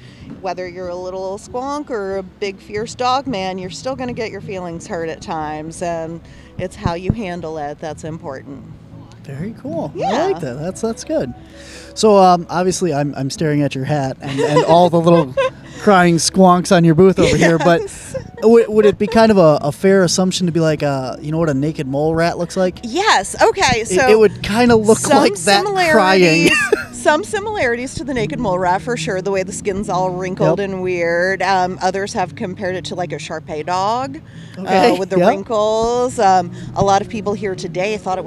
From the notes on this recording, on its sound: Today's show was recorded at the Hodag Heritage Days Festival in Rhinelander Wisconsin, Home of the Hodag!